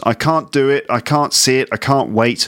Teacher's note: In all of those examples, the T in can't disappears, doesn't it? · Term: elision of the T